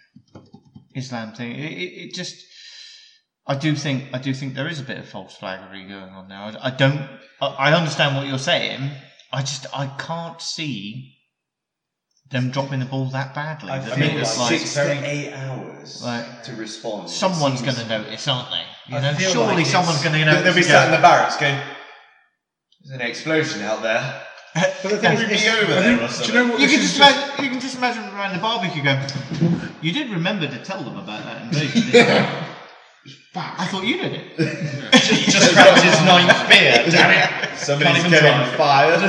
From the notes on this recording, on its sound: As the podcast moves to a new home, our inexperience with audio equipment follows us. What we learnt this week boils down to - don't leave your phone anywhere near the mics.